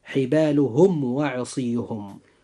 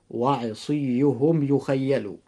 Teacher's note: بالنسبة للكلمة الأولى وهي حبالهم، جاء حرف الواو بعد الميم الساكن، فعند هذا الحرف أخي المسلم يجب إظهار الميم الساكن إظهارا شفويا، ويكون الإظهار هنا إظهارا قويا